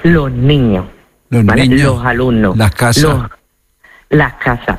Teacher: en lugar de pronunciarla con la S, lo que hacemos es aspirarla. · Term: S aspirada